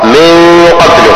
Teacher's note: تخفى مع استعلاء الغنة · Term: الإخفاء